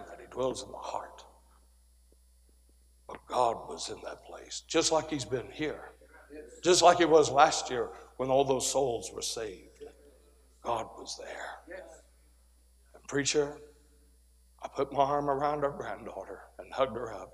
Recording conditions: large echoing room